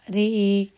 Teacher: ولما تمال يجب أن ترقق الراء